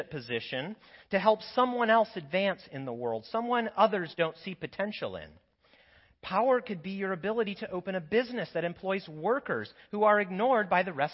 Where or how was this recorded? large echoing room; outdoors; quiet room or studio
large echoing room